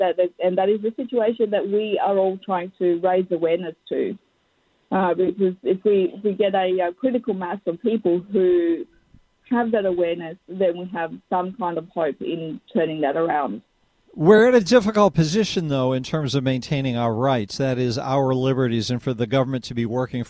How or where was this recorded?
phone line